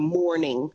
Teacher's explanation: That post-vocalic R in a word like morning, … doesn't sing it. So the post-vocalic R would be the thing that a lot of North Americans do, where they include every R that's present in the spelling